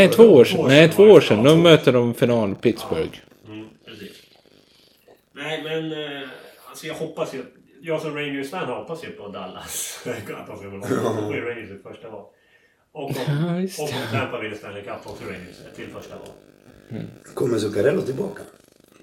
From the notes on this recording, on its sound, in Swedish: Lite kaxigt slänger vi igång micen utan någon som helst soundcheck, vilket tyvärr hörs. Lite taskigt ljud.